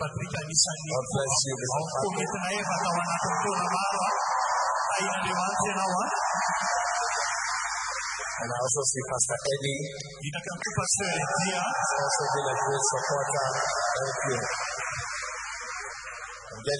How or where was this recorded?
live audience